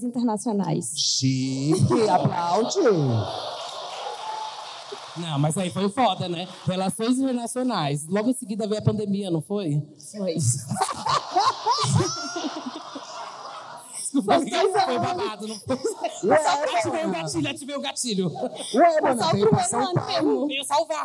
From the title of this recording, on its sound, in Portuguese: Ao Vivo no Teatro